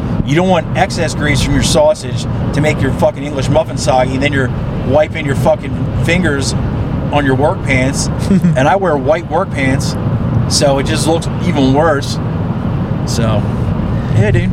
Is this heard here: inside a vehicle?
yes